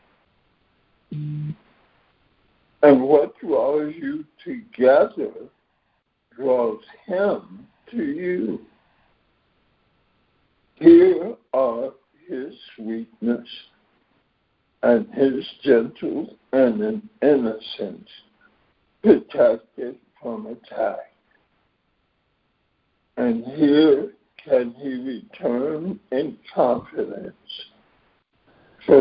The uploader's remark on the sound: ACIM Daily Conference Call